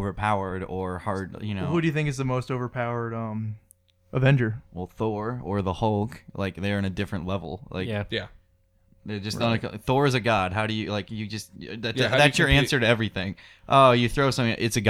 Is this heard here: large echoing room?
no